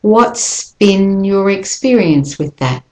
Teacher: you hang the S on slightly longer so you can get to the B